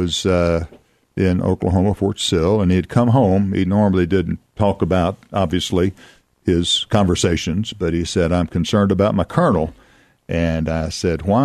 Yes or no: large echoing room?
no